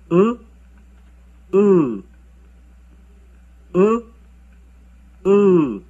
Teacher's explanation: For producing the sound U, raise the middle of the tongue to the maximum height without making any contact with the upper palate so that air passes through smoothly. The lips should remain unrounded. For producing the sound U, prolong the duration at the same position.